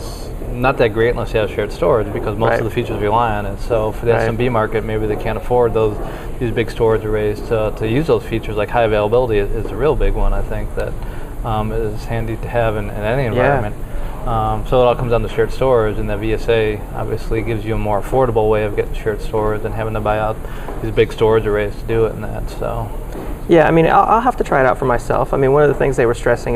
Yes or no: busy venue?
yes